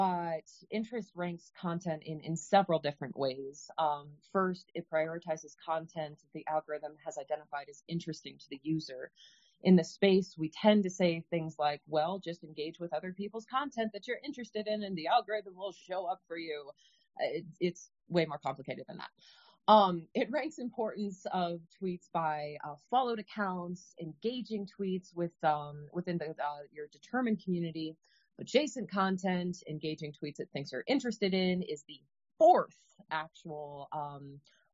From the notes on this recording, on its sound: They spend the first half talking to each other about the topic then open up the floor to anyone wanting to give feedback or as questions on topic.